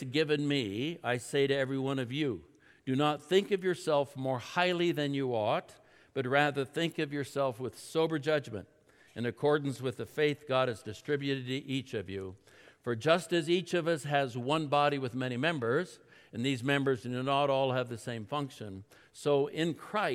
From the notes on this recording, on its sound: At Timberline Church. Live.